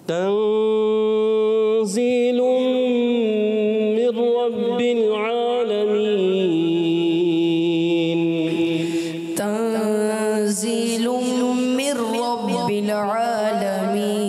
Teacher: زا میں سیٹی ہوتی ہے مگر سختی نہیں ہونی ہونی چاہیے.